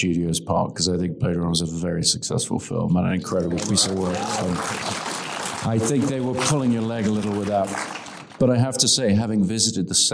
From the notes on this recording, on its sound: in a Q&A at the DGA theater in Los Angeles